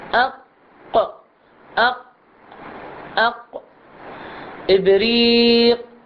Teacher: ولكن القاف يجب أن يقطع الصوت